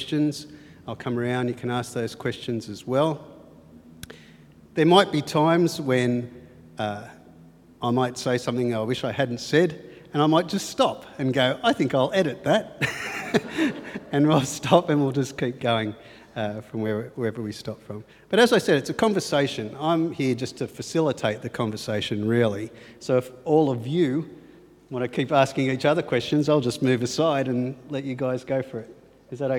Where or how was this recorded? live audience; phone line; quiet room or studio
live audience